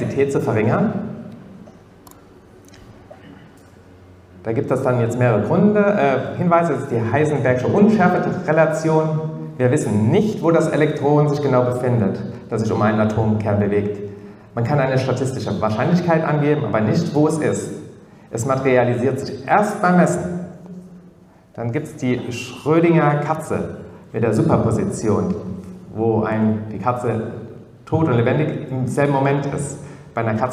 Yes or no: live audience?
yes